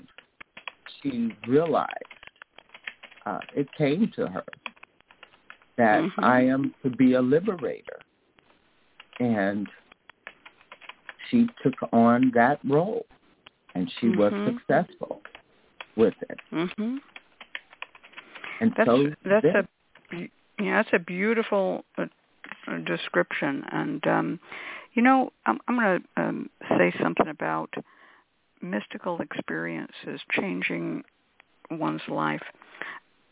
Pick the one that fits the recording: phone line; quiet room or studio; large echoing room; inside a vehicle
phone line